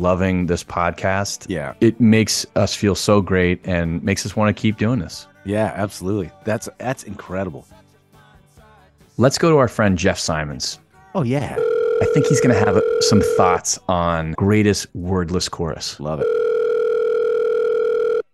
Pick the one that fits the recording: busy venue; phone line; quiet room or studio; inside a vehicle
phone line